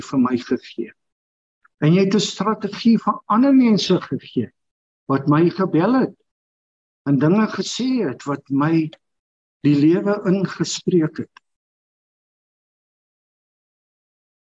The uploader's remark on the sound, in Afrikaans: Manne van die Woord Zoom Byeenkoms 17 Maart 2022